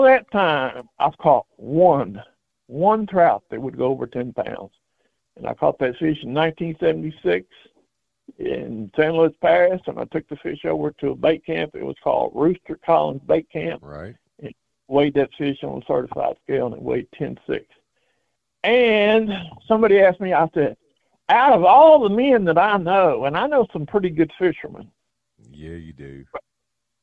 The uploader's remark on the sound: opens the phone lines